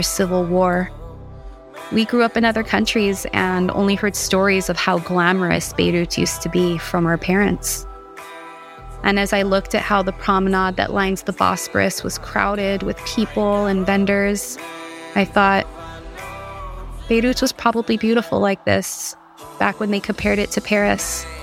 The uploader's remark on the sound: Daydream in Istanbul. X ATOLYE Tattoo & Art Gallery. The rooftop with give you some of the best sights and sounds of the Karakoy neighborhood.